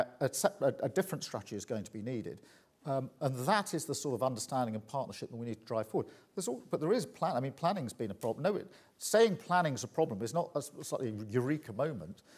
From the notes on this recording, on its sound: at the final report conference for The Economy 2030 Inquiry